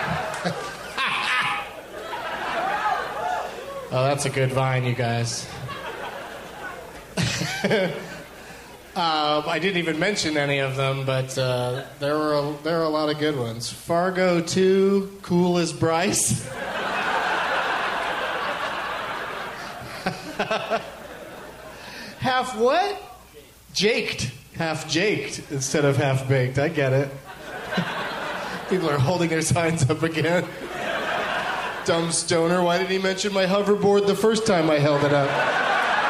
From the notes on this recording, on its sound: Live from the Varsity Theater in Minneapolis, MN